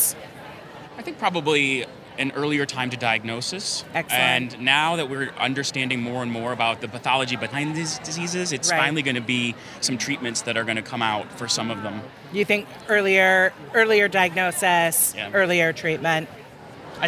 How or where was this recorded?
busy venue